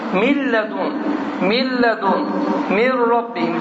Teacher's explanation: Sukununundan sonra ləm gəldiyi üçün də yenə də nun səsi oxunmur, ikinci hərf şəddələnir və səs bilə qunna, yəni qunnəsi çıxır. · Term: idğam biləğunnə